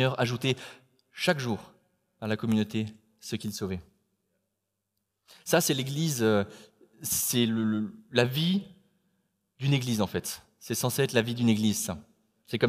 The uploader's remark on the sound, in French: Enregistré à l'église CVV, le 12/09/2021